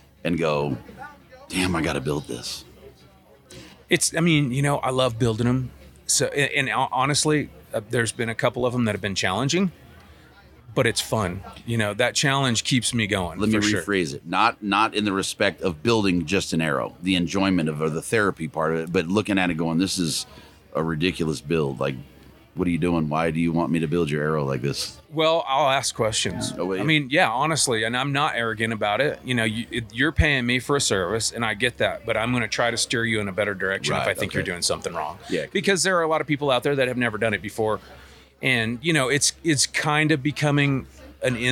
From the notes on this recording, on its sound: Live from Mountain Archery Fest